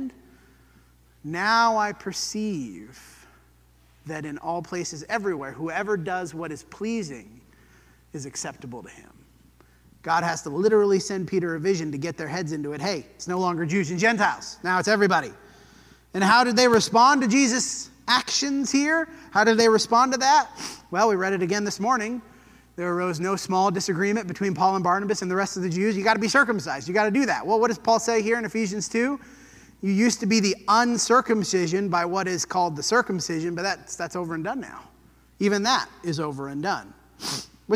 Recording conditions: large echoing room